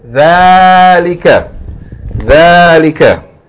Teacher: the word thalika is not written with an aleph, right? But it is pronounced with an elongation. Okay, it's pronounced as though it's thalika, even though this aleph is not written.